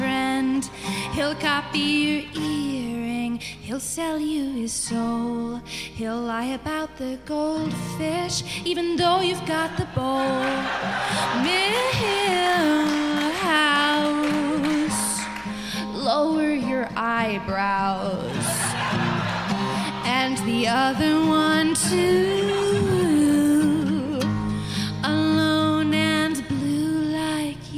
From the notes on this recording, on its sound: Live in Chicago. You're going to lose it when you hear this live episode.